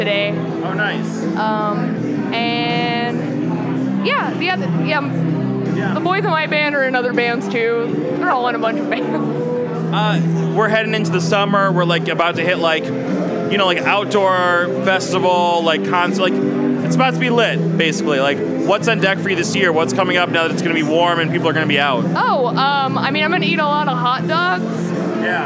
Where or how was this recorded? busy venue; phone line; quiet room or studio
busy venue